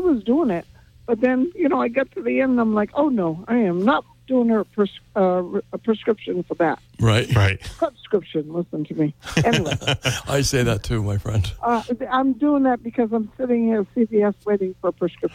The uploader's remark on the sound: take calls from the audience